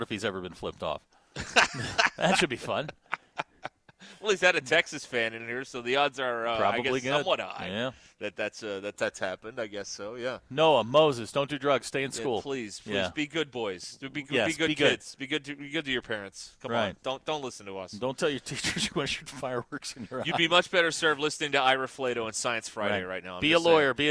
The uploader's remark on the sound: live from the Stadium Shoppe in Fayetteville